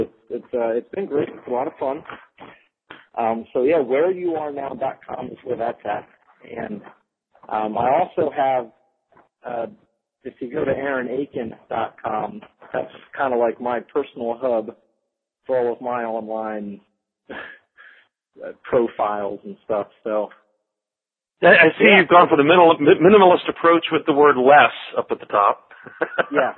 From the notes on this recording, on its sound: The Google Voice Podcast (Recorded ON Google Voice). We talked about the experience on each side of the phone-call.